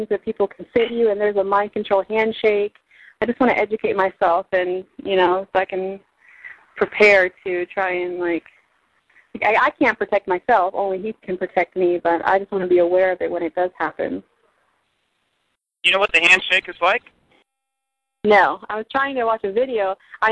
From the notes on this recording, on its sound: This call was recorded.